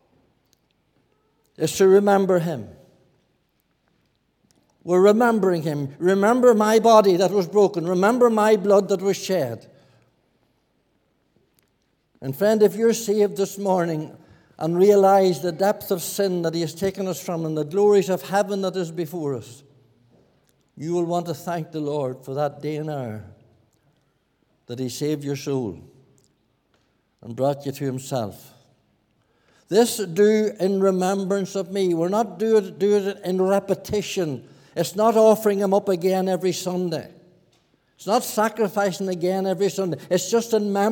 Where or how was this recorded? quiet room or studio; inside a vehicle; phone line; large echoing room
large echoing room